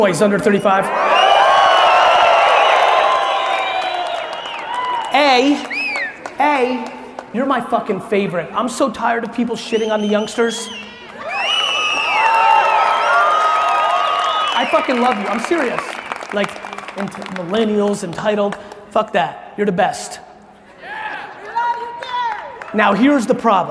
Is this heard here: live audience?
yes